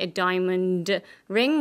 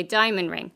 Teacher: We would say a diamond ring and we drop the D. · Shown in: second take · Term: connected speech